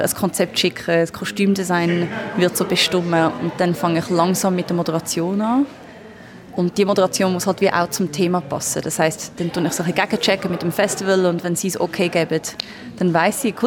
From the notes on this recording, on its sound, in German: Fantoche 2023. Festivalausgabe live aus dem Merkerareal in Baden.